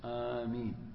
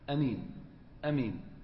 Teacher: بفتح الهمزة مع المد في الأشهر · Shown in: first take · آمين. ويجوز القصر، يعني تقول أمين أمين بدون إيش مد الهمزة أمين، ويجوز فيها الإمالة أيضا.